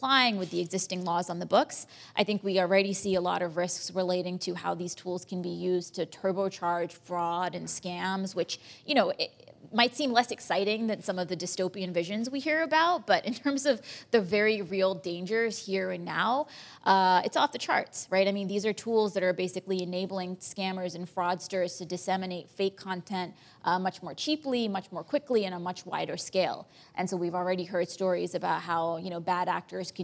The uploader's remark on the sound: In front of a live audience at P&T Knitwear.